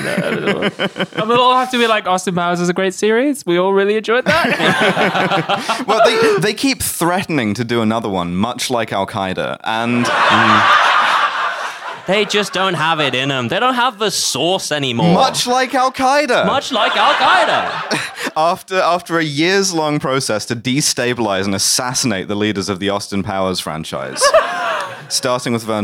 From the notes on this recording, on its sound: Recorded live at the Streatham Space Project.